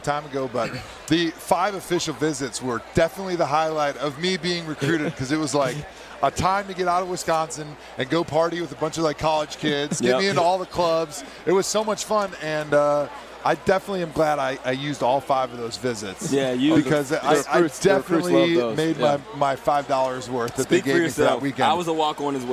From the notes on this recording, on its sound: live from Radio Row in Minnesota